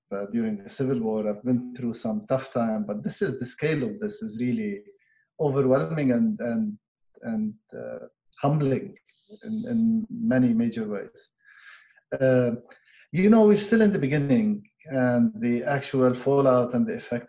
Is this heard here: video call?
yes